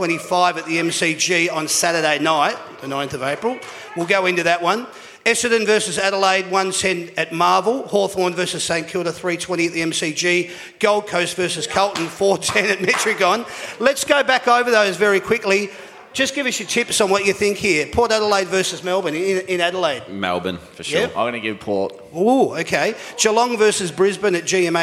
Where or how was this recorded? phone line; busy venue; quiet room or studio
busy venue